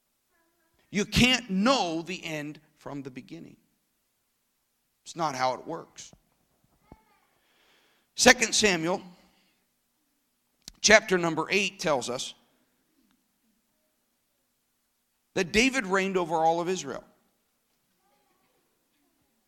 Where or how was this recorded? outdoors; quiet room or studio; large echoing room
large echoing room